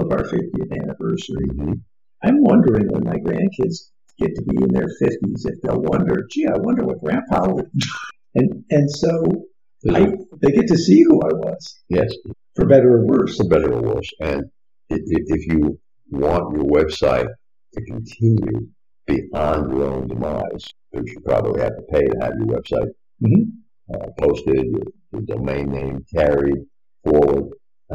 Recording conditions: poor sound quality